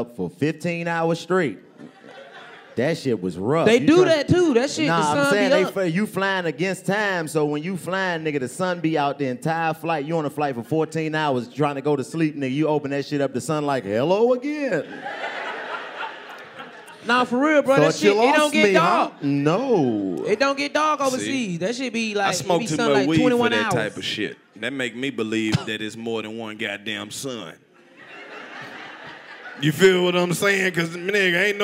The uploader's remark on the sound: Live from Huntsville Alabama at the Stand Up Live Comedy club featuring stand up comedy, rapping, singing, dancing and a whole lot more from the whole crew.